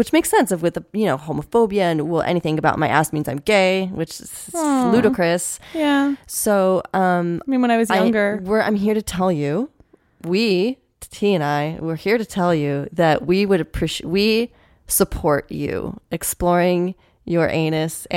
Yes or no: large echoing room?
no